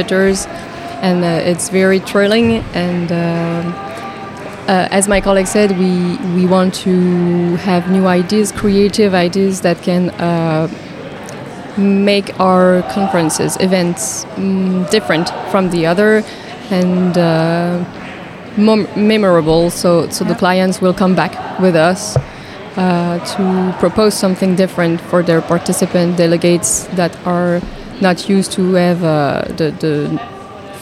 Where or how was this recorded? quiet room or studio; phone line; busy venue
busy venue